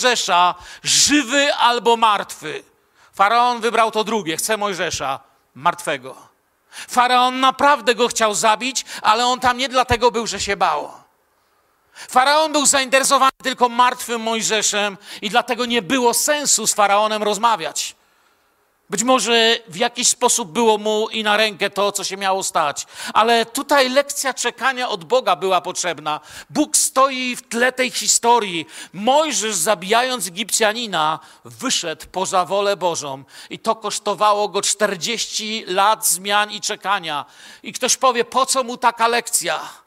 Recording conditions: large echoing room